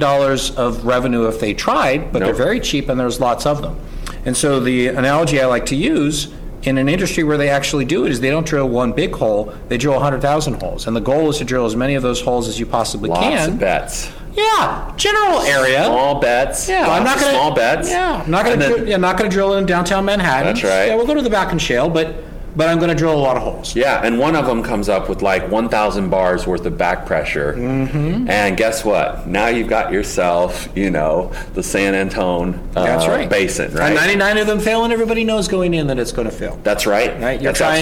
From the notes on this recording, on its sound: This conversation was recorded during the 2019 Lean Startup Conference in San Francisco